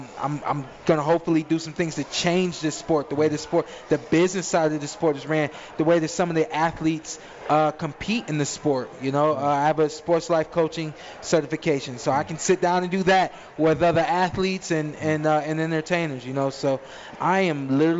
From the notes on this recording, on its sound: Live from the Cosmopolitan of Las Vegas